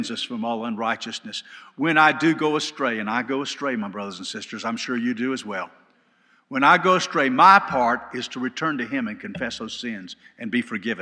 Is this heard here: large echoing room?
yes